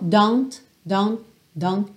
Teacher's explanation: você chega a botar a língua aí no céu da boca para fazer a letra T, mas não necessariamente esse T vai aparecer bem definido · Term: consoantes oclusivas